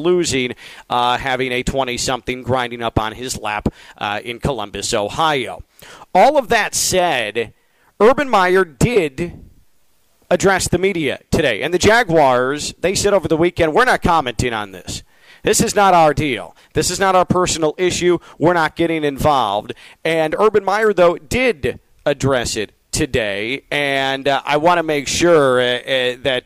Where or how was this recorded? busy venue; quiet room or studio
busy venue